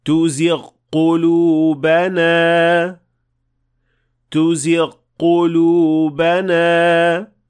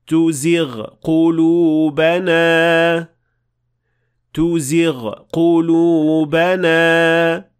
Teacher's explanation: if the ghain is followed by qaf, there is a chance of mixing both of these two sounds together or assimilating them into one another · Shown in: first take · since these two sounds are rather close as to where they come from.